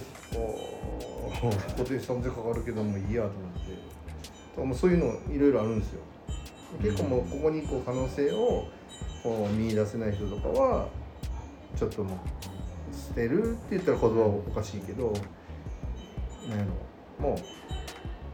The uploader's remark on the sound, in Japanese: いつもの収録場所で行われていたワタリグラスの展示会（ ）で、急遽収録をすることに。いつもの収録場所で行われていたワタリグラスの展示会（ ）で、急遽収録をすることに。賑やかな収録となりました。